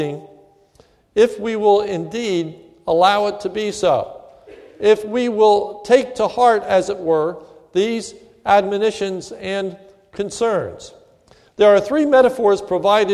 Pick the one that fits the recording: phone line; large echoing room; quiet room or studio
large echoing room